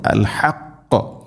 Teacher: ഹഖ് വഖഫ് ചെയ്യുമ്പോൾ ഖാഫിന് കൽക്കല ശരിക്കും നൽകണം, ശബ്ദുണ്ട്.